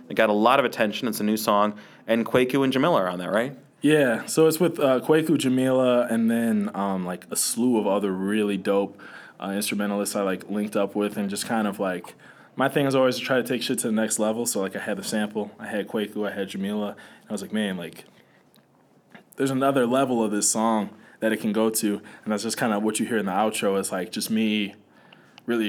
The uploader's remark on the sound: Parade to the Polls event in Grant Park.